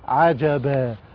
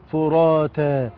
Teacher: يبقى التنوين بالفتح نقف عليه بمد العوض